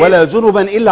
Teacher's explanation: النون هنا التنوين مظهر هنا